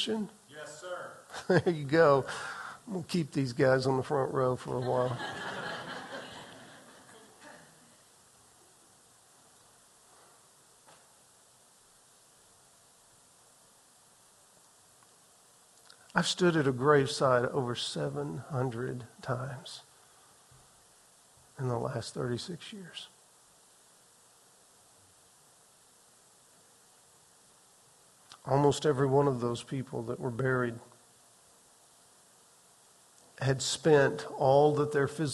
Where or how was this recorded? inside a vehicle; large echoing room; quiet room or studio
large echoing room